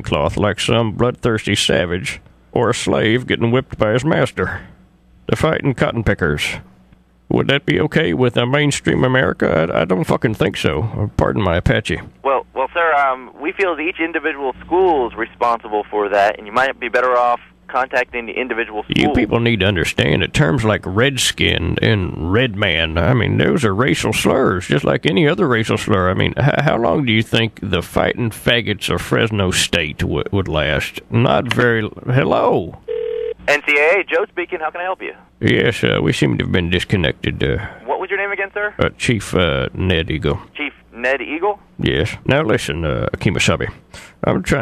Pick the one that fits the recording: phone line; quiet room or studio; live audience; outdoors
phone line